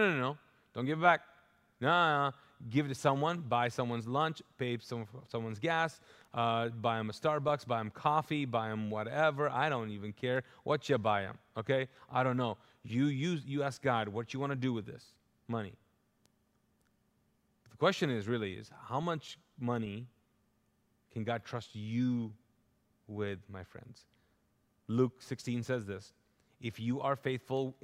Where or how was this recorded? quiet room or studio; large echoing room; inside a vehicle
large echoing room